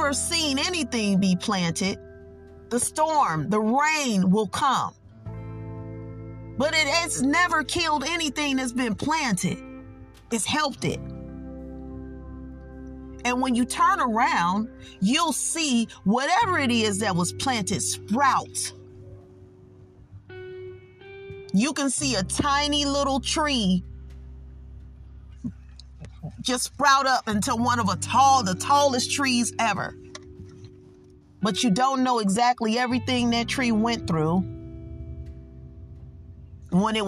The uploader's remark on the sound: I was in my car and decided to pull over